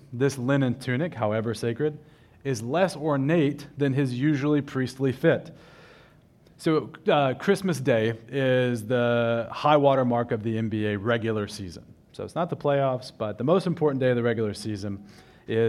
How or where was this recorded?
large echoing room